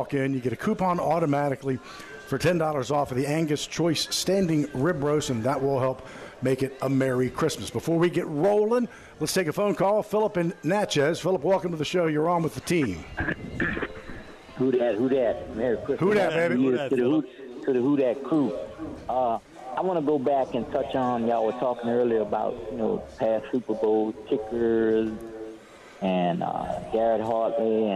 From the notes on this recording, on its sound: Broadcasting LIVE at Rouses in Covington.